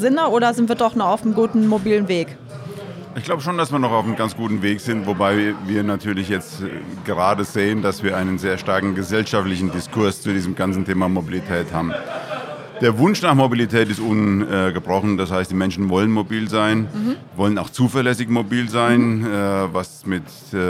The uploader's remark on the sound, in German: LIVE vom DIT 2023